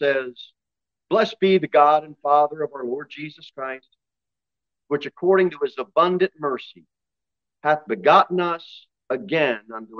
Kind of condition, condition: setting, large echoing room